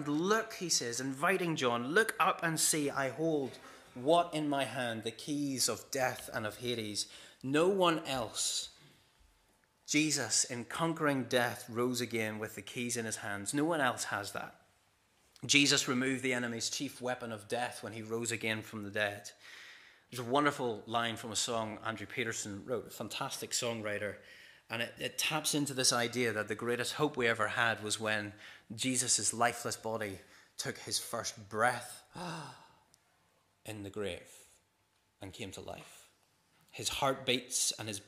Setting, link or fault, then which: setting, large echoing room